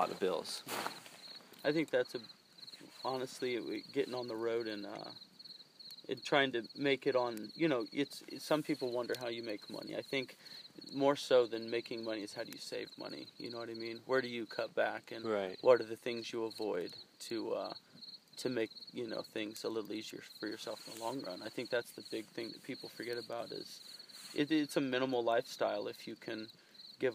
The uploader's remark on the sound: This episode was stuck on a recording device and I couldn't get it off until recently. Out in the Mojave desert as we cooked food over an open campfire. We ended the podcast and slept soundly around the campfire that night with sleeping bags and mats.